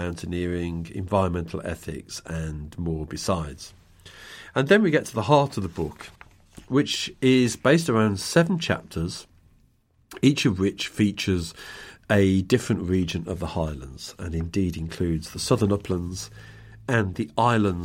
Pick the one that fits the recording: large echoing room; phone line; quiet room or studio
quiet room or studio